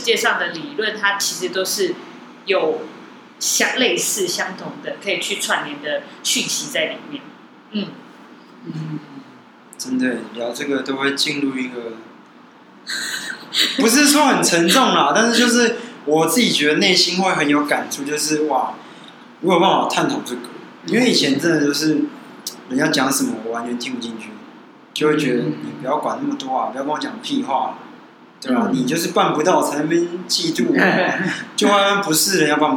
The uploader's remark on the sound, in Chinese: 錄音地點｜ 藍色咖啡館 108台北市萬華區大理街131號